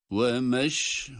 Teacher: Yine dal harfiyle duruyoruz ve kalkale yapıyoruz. Bu dal harfini cezimli okuduğumuz için.